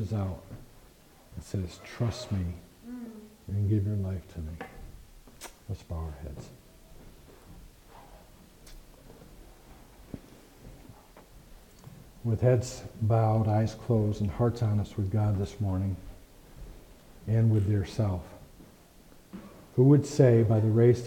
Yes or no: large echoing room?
yes